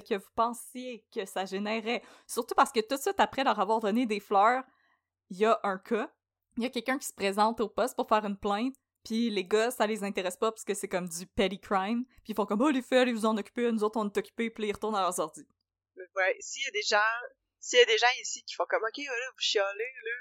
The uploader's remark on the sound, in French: La qualité sonore de cet épisode n'est pas optimale, on tient à s'en excuser